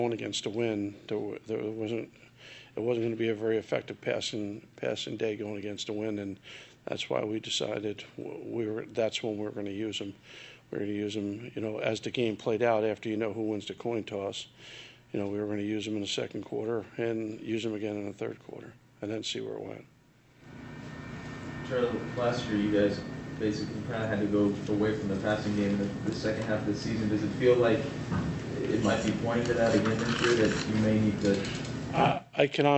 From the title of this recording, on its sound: Press Conferences & Post-Game Interviews